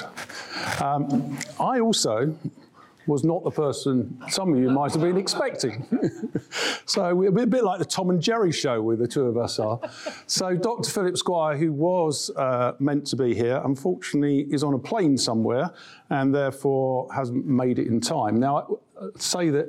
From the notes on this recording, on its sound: An intimate dinner with Introhive. Gives an insightful presentation to a group of sales leaders. Including questions from the audience.